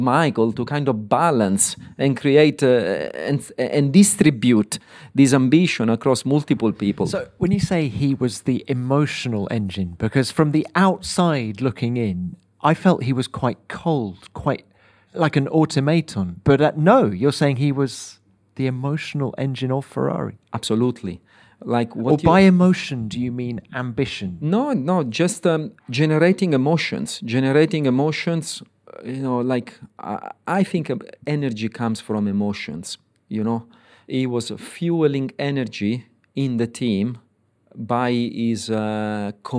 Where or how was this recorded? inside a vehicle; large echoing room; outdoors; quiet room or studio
quiet room or studio